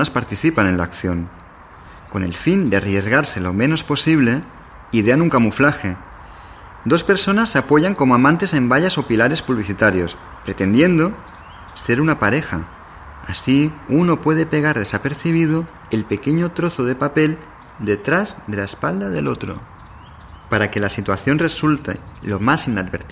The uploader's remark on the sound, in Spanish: El tour fué grabado en lugares originales en el centro de Berlín. Las voces son de personas cuyos familiares fueron miembros de la resistencia o sufrieron persecuciónes.